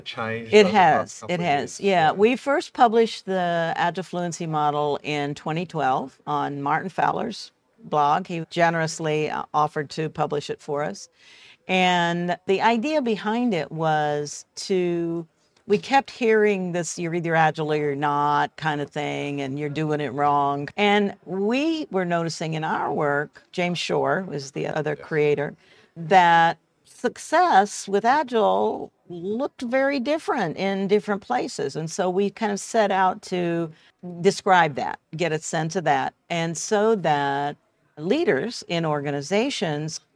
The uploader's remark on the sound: Sat down at the Agile Australia Conference.